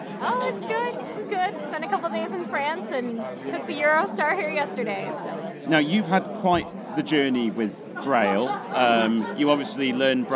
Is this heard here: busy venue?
yes